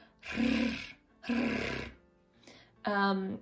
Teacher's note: It's a rolled R with a fricative in the throat